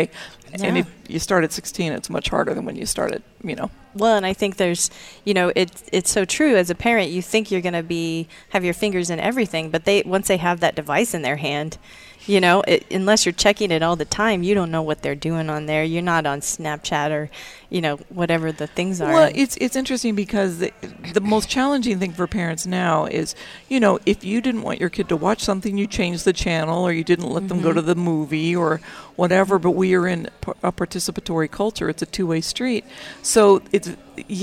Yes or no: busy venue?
yes